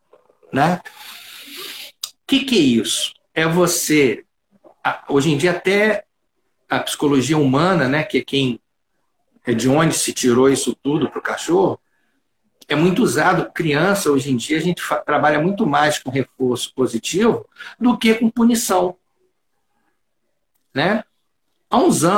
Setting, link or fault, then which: link, video call